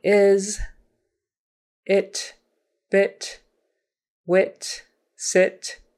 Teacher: Short I is I, I, I. It's relaxed, as in the word is, it, bit, wit, sit